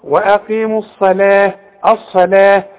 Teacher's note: فخم قوي الصاد واللام رققها